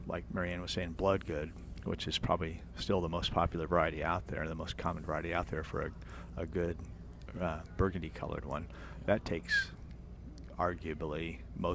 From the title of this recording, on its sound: Plant Experts Live at Prairie Gardens